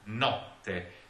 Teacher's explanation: the O must be very short and very open · Term: open O